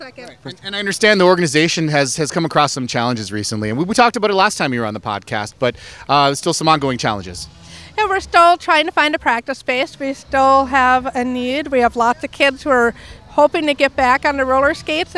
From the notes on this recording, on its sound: On-location at the 3rd annual Golden Valley Pride Festival.